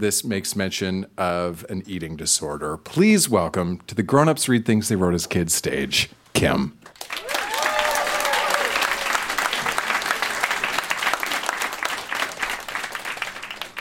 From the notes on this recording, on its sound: Recorded live at The Mansion in Kingston.